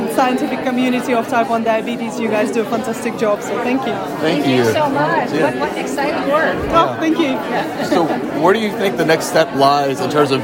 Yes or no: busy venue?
yes